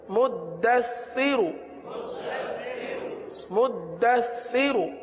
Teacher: سا میں سیٹی کی آواز نہیں آتی، سا میں زبان کا سرا اوپر کے دانتوں کے اندرونی کنارے پر لگتا ہے. مدثر، مدثر.